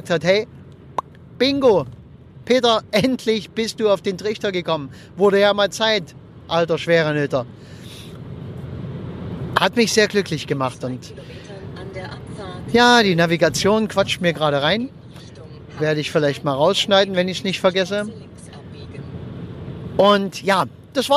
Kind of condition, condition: setting, inside a vehicle